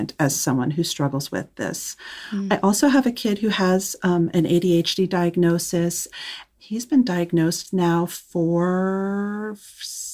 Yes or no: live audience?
no